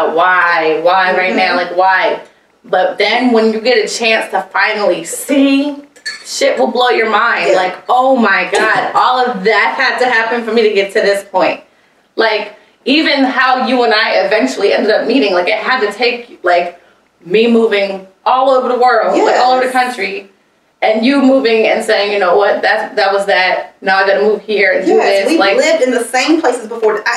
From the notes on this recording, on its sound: one of these days, the mic will do as it's told.